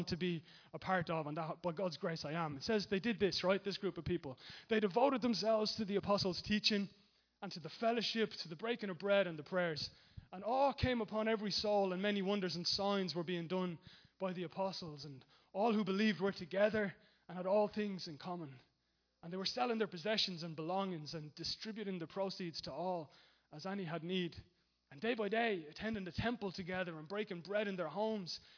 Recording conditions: large echoing room